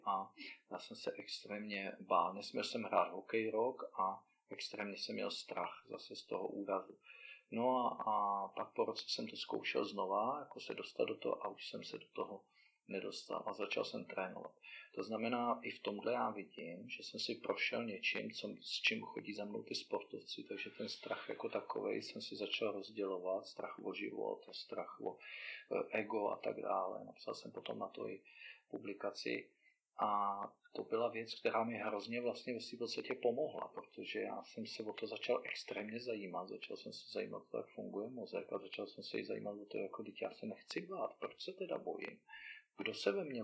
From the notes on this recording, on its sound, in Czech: A to i přes to, že kvalita zvuku celkem pokulhává.